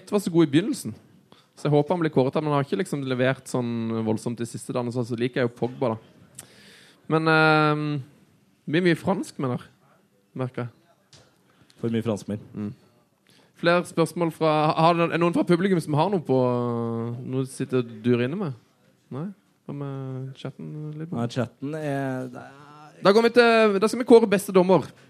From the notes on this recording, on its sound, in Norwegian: Live EM-finaleshow fra en herlig pub i Trondheim.